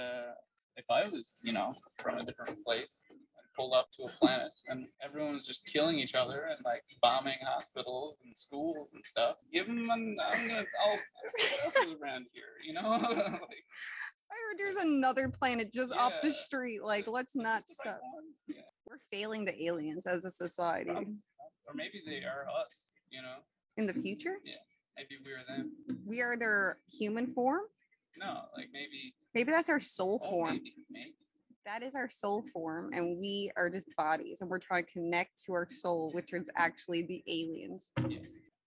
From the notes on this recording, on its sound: Lets just say I learned the hard way when it comes to recording outside with two people and one mic.